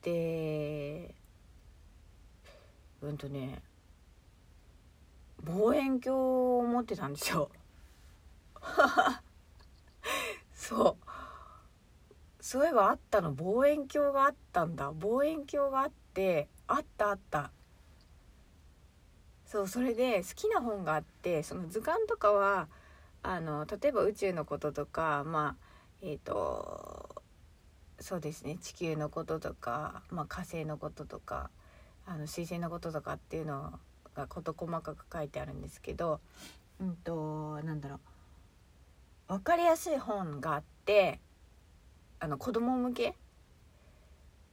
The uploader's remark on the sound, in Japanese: 車の中スタジオ